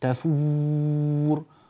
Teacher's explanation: تضييق فتحة الشفتين بحيث يصدر صوت مثل النفخ مصاحب لهذه الواو، وهذا غير صحيح، يعني يطلع معهم هكذا تفور.